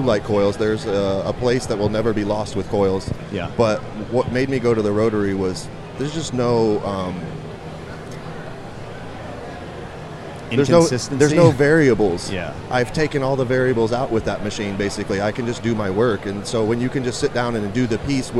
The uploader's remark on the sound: in the Sullen Clothing booth, at the 2015 Musink festival